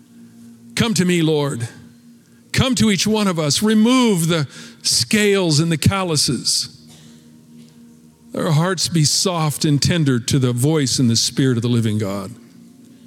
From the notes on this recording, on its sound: Recorded at Capital Church in Meridian, Idaho